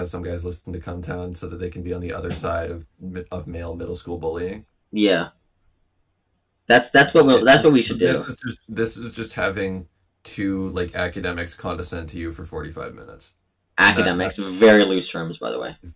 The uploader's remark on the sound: we apologize for the audio issues